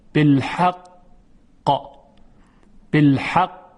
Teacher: یا مثلا در حرف قاف بالحق، بالحق، این قاف پرتاب میشه، حالت جهش داره · Term: حروف قلقله